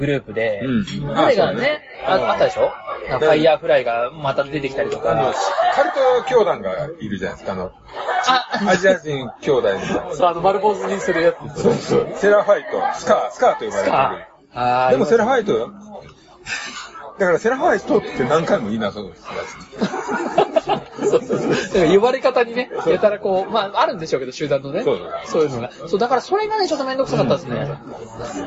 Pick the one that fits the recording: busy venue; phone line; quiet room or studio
busy venue